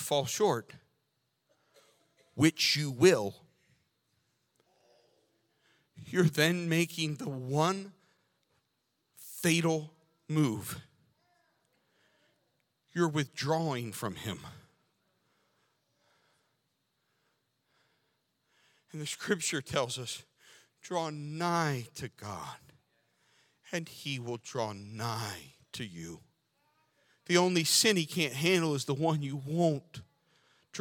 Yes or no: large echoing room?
yes